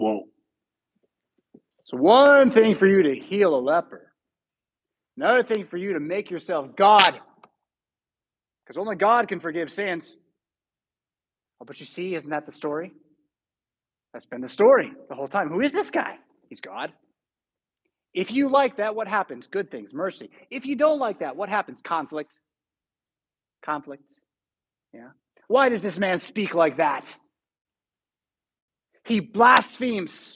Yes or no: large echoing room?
yes